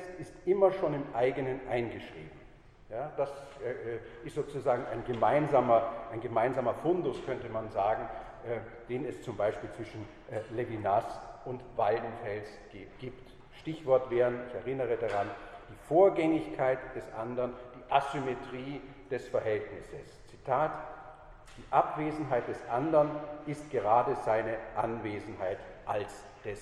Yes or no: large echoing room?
yes